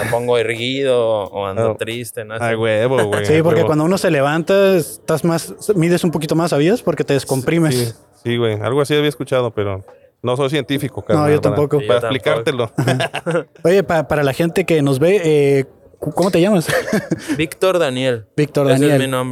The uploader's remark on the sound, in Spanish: Grabamos este episodio en la conferencia de prensa. Previo a su concierto en tijuana.